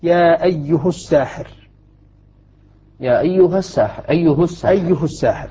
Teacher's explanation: يريد أن يقول لنا الشيخ هنا رحمه الله أن ابن عامر الشامي إذا وصل هذه الكلمات، وحقها أن توصل طبعا لأنها ليست موضع بدء، ليست موضع وقف، يصلها بضم الهاء، يقول يا أيه الساحر، يا أيها الساحر، أيه الساحر، أيه الساحر، ويقول على ما قبلها، على الإتباع لما قبلها.